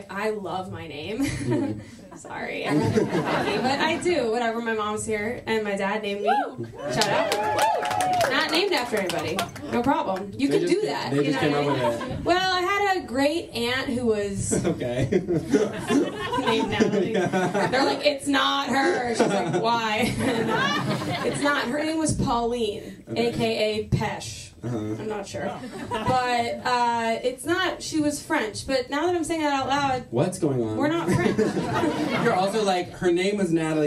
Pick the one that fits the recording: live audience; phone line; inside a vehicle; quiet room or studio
live audience